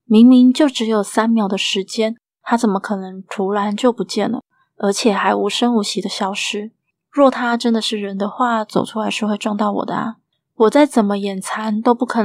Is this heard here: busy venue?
no